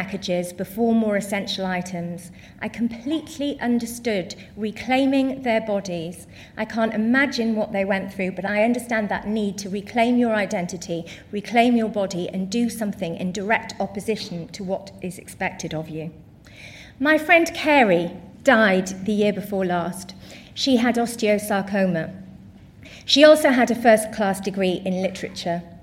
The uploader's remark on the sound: Recorded at 5x15 in Bristol in June 2017. There are only two rules - no scripts and only 15 minutes each.